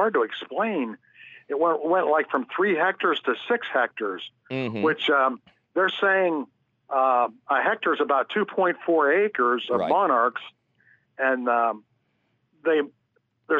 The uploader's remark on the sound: he takes your fabulous phone calls